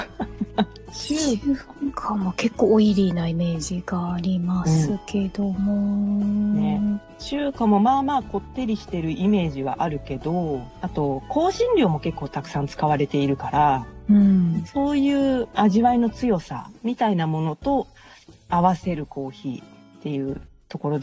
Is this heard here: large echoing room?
no